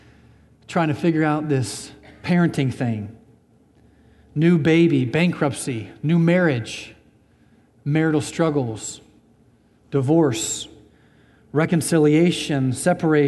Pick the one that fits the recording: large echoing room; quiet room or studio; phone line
large echoing room